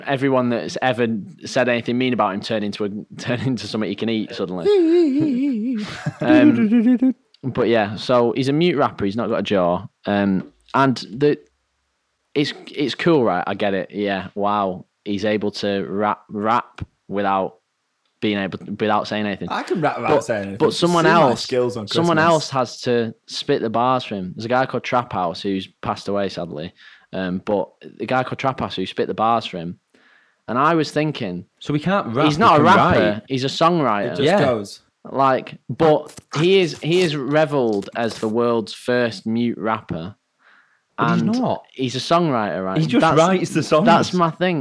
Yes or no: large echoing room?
no